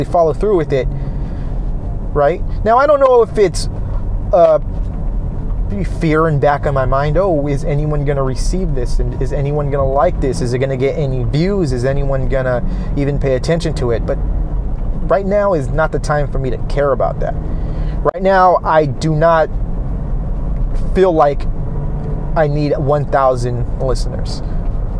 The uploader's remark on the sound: No worrying about audio for this one as I felt the need to just record as I hit the road home.